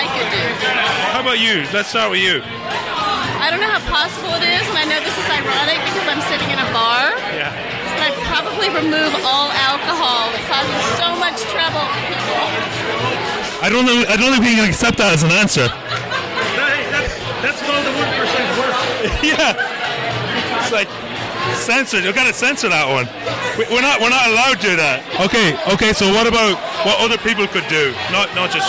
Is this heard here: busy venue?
yes